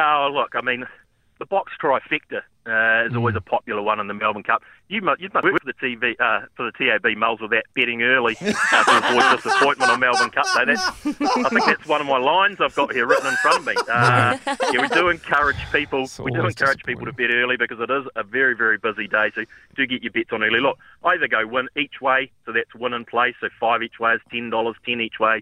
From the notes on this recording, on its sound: joined on the phone